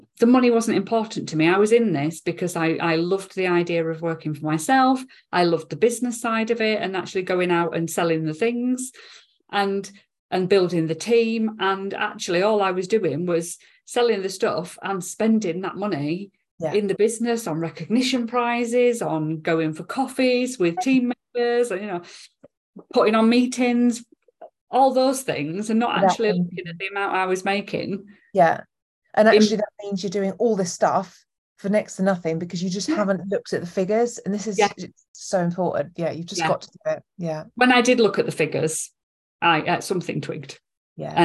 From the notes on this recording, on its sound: This episode was originally recorded as a live session inside my free Facebook community on 10th August 2023.